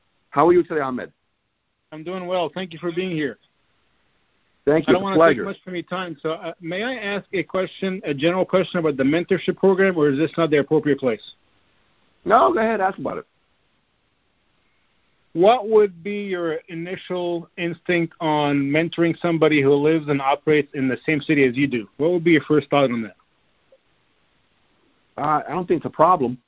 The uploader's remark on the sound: Gold Club Q&A Call.